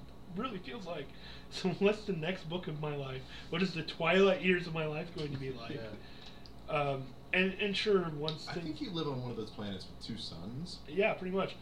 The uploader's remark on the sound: lots of technical issues.